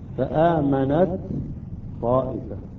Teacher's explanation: التاء ساكنة بعدها حرف الطاء تدغم التاء في الطاء